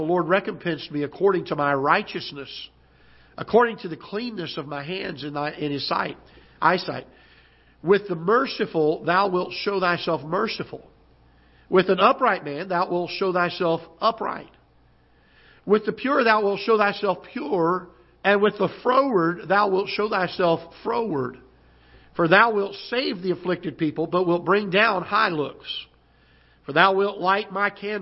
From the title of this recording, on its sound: Ketha Heights Baptist Church ~ Live Broadcast